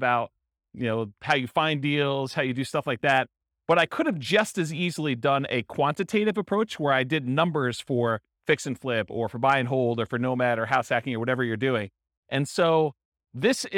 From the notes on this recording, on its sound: This was a live class recorded.